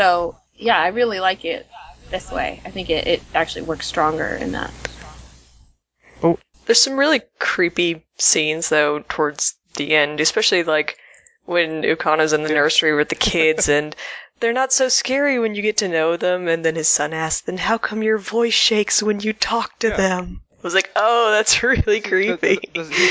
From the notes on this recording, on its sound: The audio was reclaimed from several records, apologies for the varying quality.